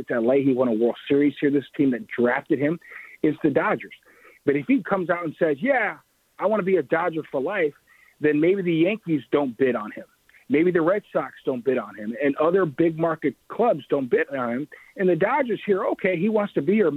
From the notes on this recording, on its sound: the phone lines are open and the people have spoken